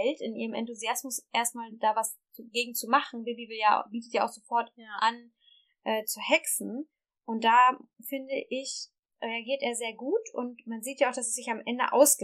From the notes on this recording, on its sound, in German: Bessere Aufnahmequalität gibt es ab Folge #03.